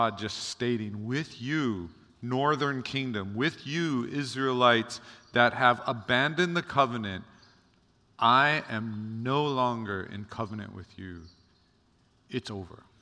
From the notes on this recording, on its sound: Recorded on January 6, 2024 at Waialae Baptist Church.